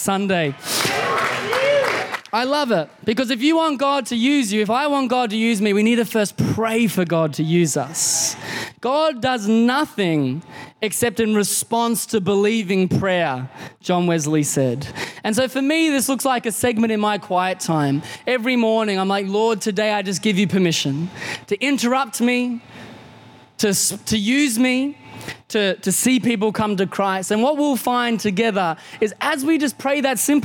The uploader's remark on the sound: Recorded in the 9am service on Sunday, 18th September 2022